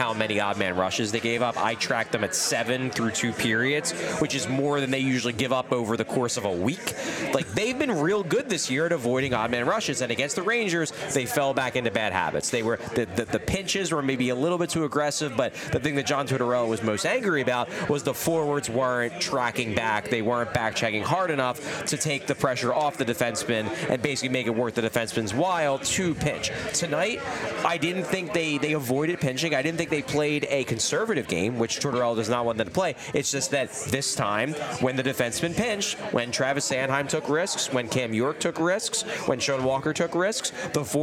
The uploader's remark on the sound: live from New Wave Cafe in Philly!